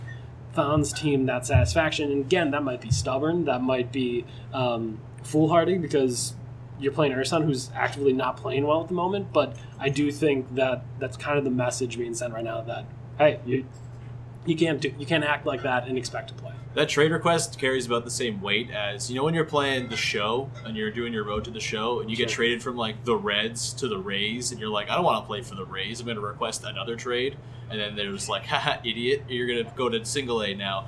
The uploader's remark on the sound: Live! from Raptors/Bucks